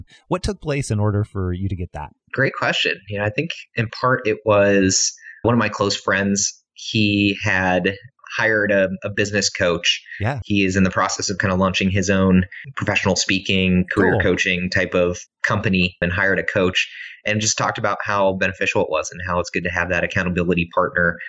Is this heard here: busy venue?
no